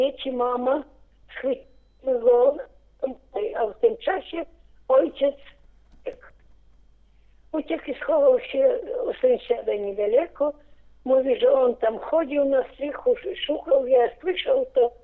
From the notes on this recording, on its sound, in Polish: Rozmowa telefoniczna